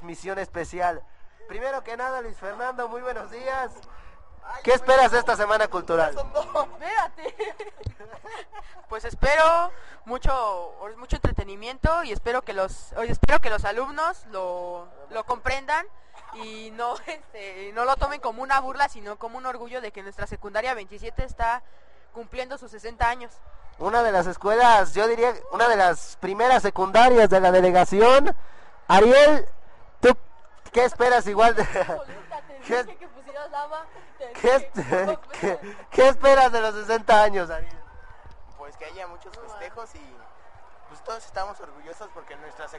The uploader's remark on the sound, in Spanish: Escucha la retransmisión en directo desde la Secundaria 27.